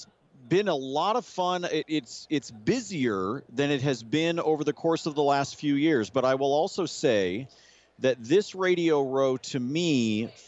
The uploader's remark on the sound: live from Radio Row